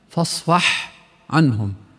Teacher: من مخرجها كاملة ظاهرة كي لا تدغم خطأ، نحو فاصفح عنهم، حاء قريبة من العين، إذا ما نطقناها صح يجوز تدغم مع العين